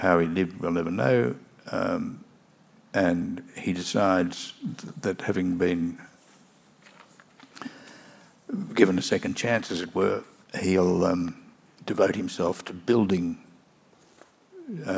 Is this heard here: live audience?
yes